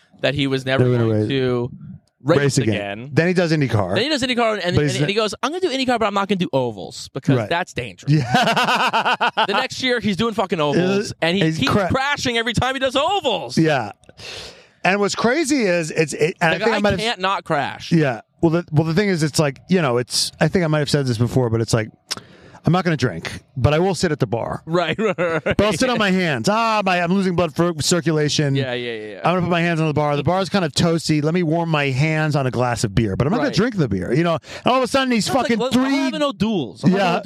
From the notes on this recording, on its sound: Come to you live from the LITERAL WINNER'S PODIUM AT THE INDY 500! We're looking at the dried milk on the backdrop.